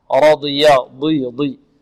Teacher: رضي الراء مفخمة والضاد مفخمة